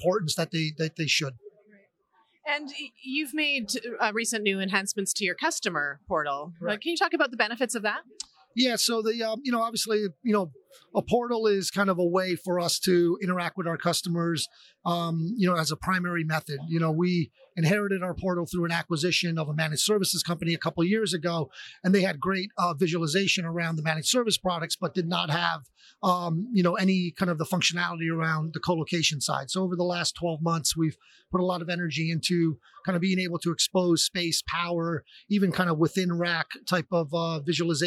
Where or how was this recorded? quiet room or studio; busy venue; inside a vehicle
busy venue